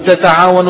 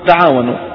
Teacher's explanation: فبعض القبائل العربية كانوا يحذفون إحدى التاءين · Shown in: second take